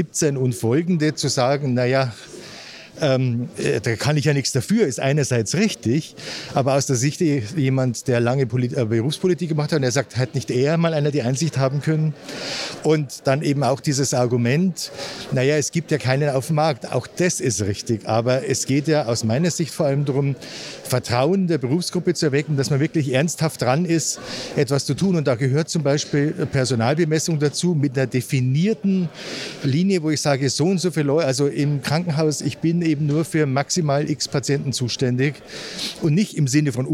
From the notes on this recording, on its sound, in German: SPEZIAL Live vom Deutschen Pflegetag (Tag 1). Wir berichten für Euch live vom Deutschen Pflegetag. Dabei sprechen wir mit Besucher*innen und Refert*innen.